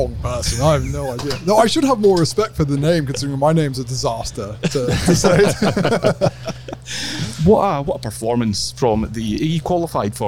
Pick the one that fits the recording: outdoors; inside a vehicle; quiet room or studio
outdoors